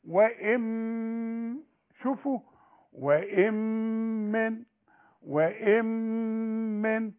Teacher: نون بعدها ميم كأن النون غير موجودة · Term: ادغام كامل بغنة